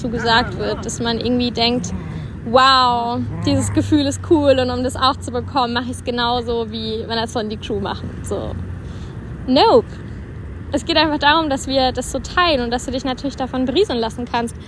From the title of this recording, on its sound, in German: Kurzschnack live aus unserem Päuschen in der Sonne